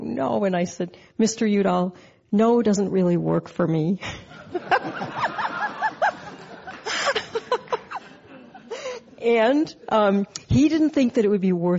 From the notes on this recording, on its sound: A Climate One Cinema post-screening conversation on a local conservation movement with national implications. This program was recorded in front of a live audience at The Commonwealth Club of California on June 9, 2013.